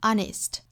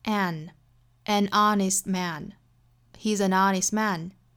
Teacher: 它虽然是辅音字母打头，但是我们要注意它其实发音来说是元音打首的 honest。所以比如说我们要表达一个诚实的人的时候呢，这个冠词我们怎么选择，应该是选择 an honest man, he's an honestman。不能单纯的去看字母，要去听发音，不确定的时候要去看